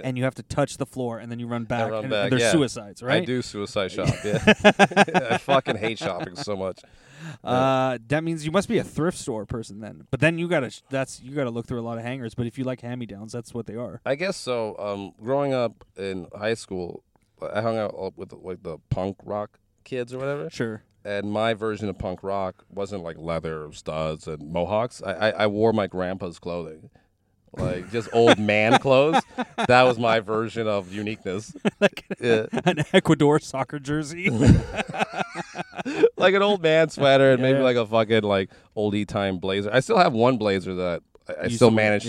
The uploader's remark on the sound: In this carcast